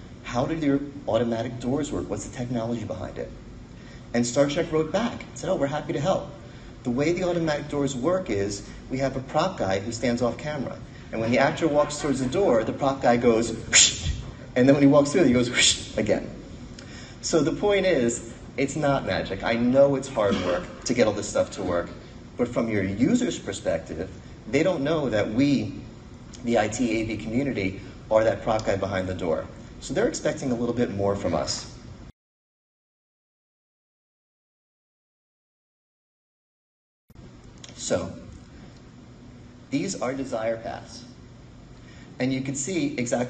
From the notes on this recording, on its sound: we presented a keynote at the AVI Live event in Minneapolis, sponsored by AVI Systems.